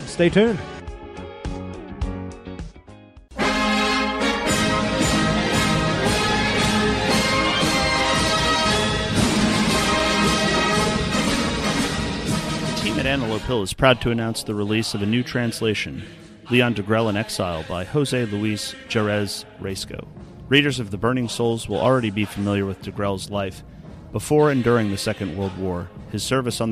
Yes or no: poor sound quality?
no